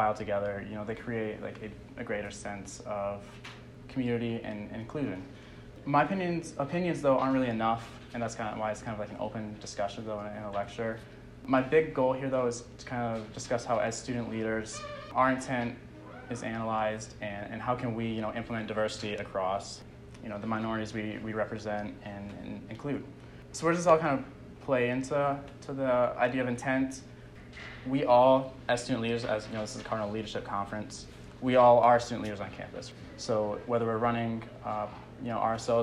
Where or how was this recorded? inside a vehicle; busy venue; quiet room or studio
busy venue